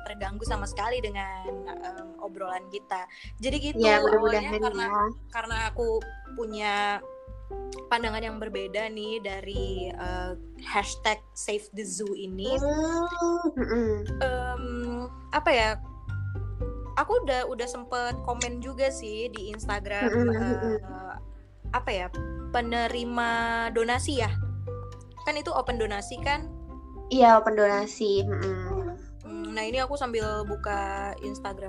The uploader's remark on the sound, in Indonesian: Episode kali ini direkam jarak jauh, jadi banyak percakapan yg mungkin hilang sebagian karena keterbatasan perangkat.